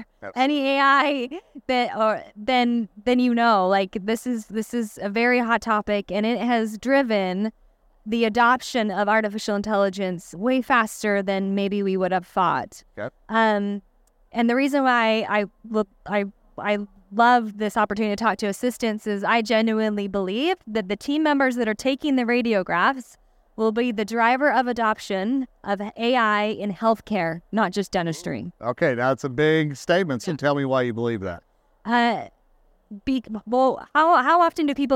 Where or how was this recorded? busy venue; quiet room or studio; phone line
busy venue